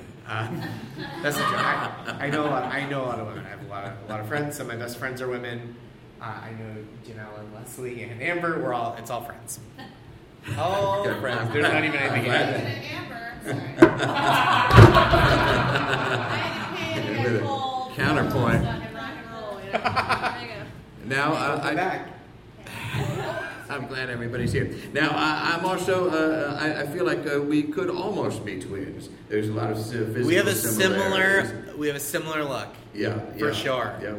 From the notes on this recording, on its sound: this live episode featuring a dazzling lineup of comedians and storytellers